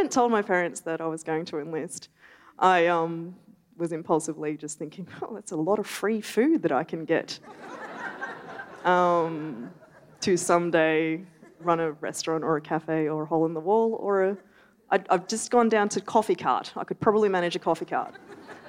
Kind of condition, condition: setting, live audience